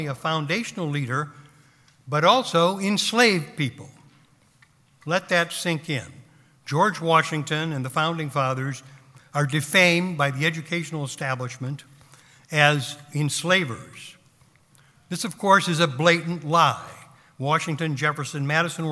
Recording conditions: live audience